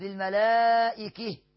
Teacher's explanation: الكسائي بيقف بإمالة هاي التأنيث